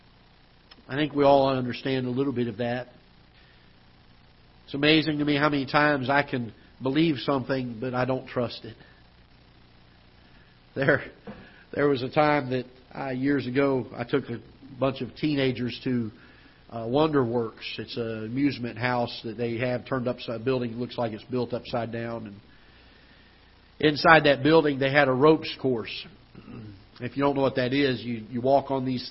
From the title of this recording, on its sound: Ketha Heights Baptist Church ~ Live Broadcast